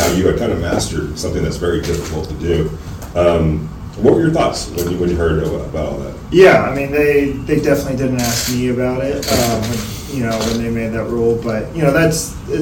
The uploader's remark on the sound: Take a listen to the entire press conference